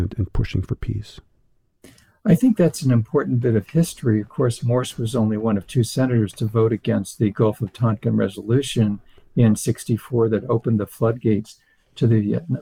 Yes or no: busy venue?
no